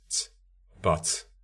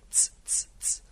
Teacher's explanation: The Irish tendency to release T with a little S, ts, buts, is an affricate in sense.